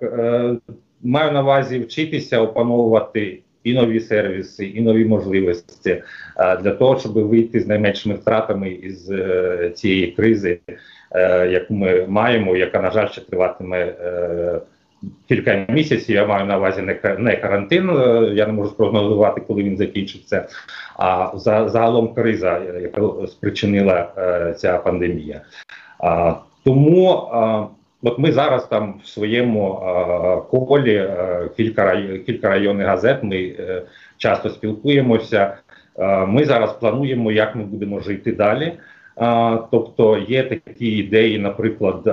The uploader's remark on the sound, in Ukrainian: У ході розмови з допомогою skype-зв’язку.